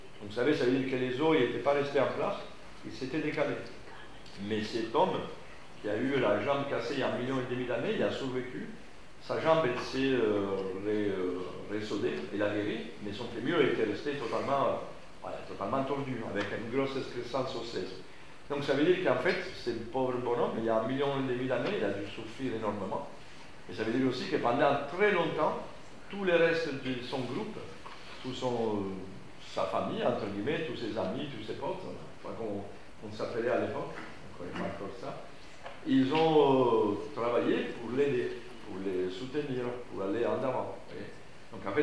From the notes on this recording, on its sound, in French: Vous entendrez ici un court extrait de cette conférence.